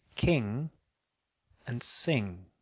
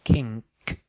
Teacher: Remember, you say ing, not ink. There is no k or g sound at the end of ing. · Shown in: first take